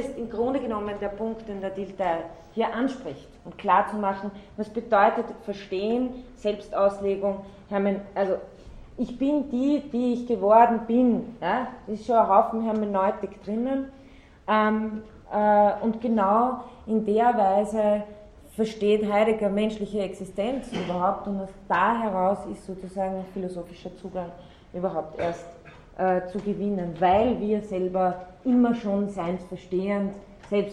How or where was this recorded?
large echoing room